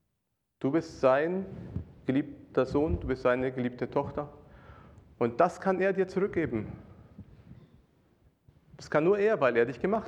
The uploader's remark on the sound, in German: Predigt aus dem Gottesdienst